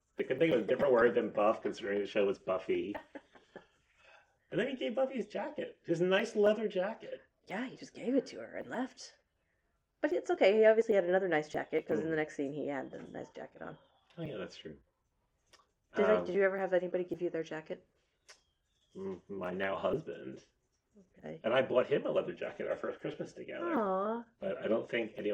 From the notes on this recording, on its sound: We're aware of a slight issue with the audio in this episode, and apologize.